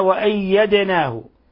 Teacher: الدال ساكنة فتحتاج إلى قلقلة